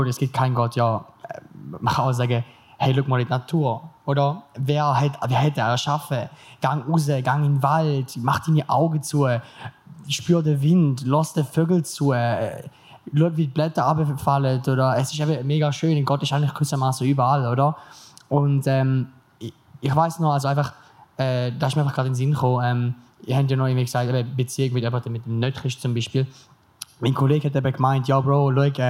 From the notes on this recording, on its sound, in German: LIVE vom PraiseCamp. Wir sind wieder da und melden uns direkt mit einer Spezialfolge zurück, die wir über Neujahr am PraiseCamp aufgenommen haben. Warst du vor Ort bereits dabei und möchtest nun hören, ob man dich an deinem Klatschen erkennen kannst?